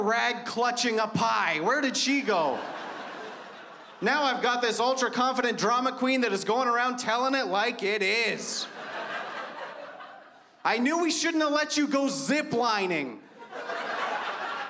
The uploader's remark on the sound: stand up from the Just For Laughs Festival in 2015